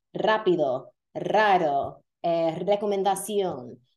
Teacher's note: When an R starts a word, rápido, raro, eh, recomendación, you always have to roll the R when it starts the word · Term: rolling R